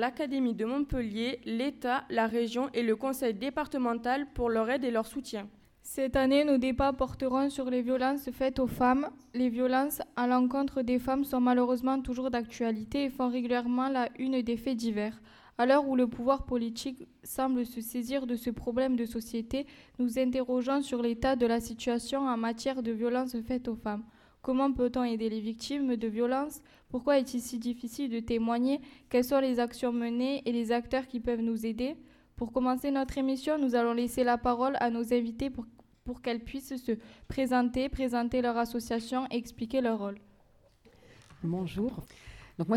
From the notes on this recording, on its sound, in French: Des extraits de l'émission de débat et d'échanges autour des violences faites aux femmes, avec le public lycéen.